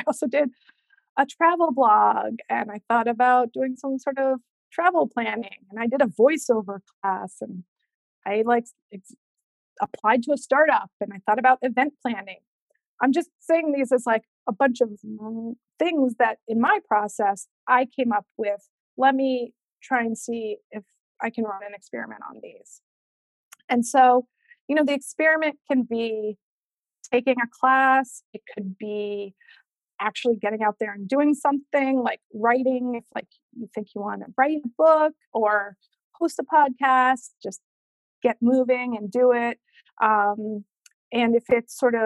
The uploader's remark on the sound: Today’s episode is the audio from the webinar I hosted last week